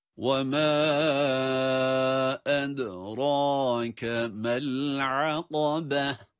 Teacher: sonda da yuvarlakta kapalı ta olması itibariyle duruşumuzu ha harfiyle, ha sesiyle yapıyoruz.